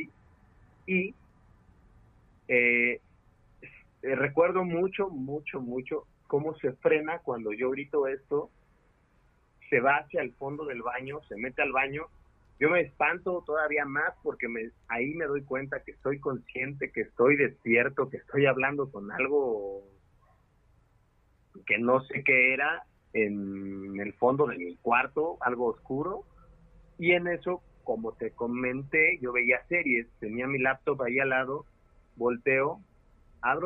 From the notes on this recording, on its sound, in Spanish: Contamos con la llamada en vivo de un escucha que nos comparte su reacción al enfrentar cara a cara lo sobrenatural.